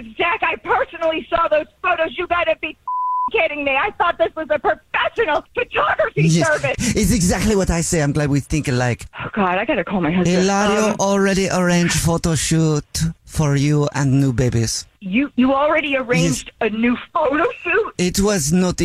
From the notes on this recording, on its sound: phone prank style